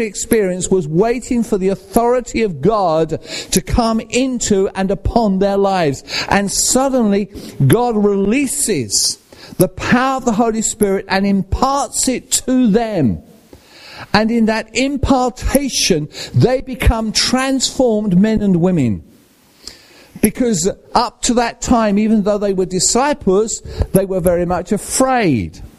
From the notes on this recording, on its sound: at Rayleigh Elim Pentecostal Church.